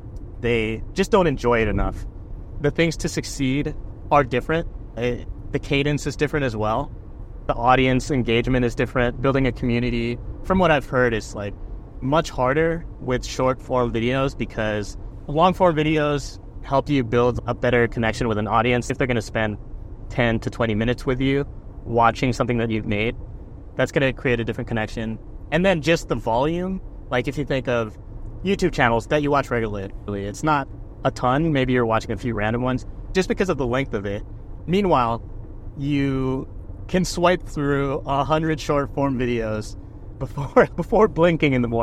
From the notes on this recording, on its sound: I recorded in the car